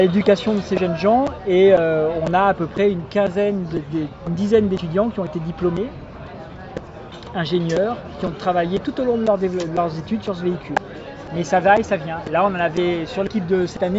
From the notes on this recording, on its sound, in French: Enregistrée à Monaco, le 26/09/2016 lors de la Présentation du Team Venturi pour la saison FIA en Formule Electrique Series.